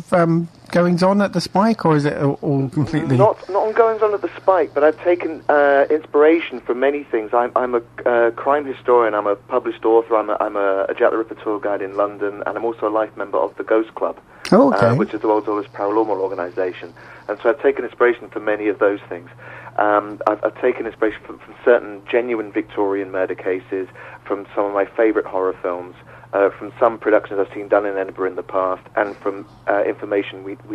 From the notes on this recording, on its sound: is joined on the phone